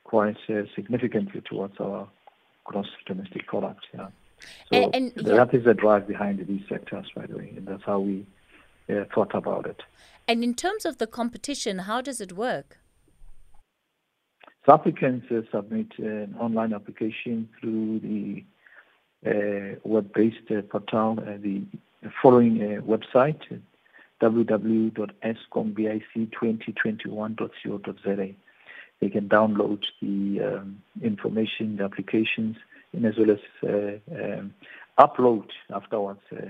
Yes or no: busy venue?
no